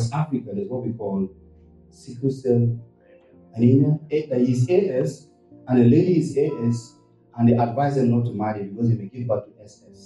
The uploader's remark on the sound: This week's podcast is of low quality because of some technical issues